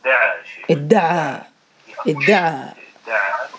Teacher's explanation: أصله إد تعى بالتاء ثم صار ادعى · Term: دال مشددة